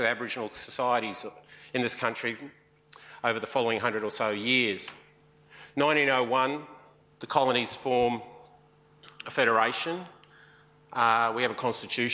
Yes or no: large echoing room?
yes